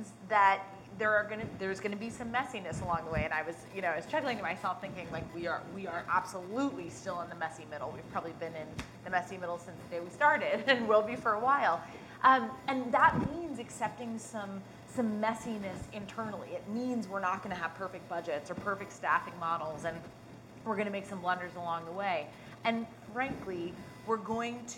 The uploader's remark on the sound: Reimagining Work Summit - Disruptors Panel. We share an exclusive panel of speakers at Catalant’s recent Reimagining Work Summit.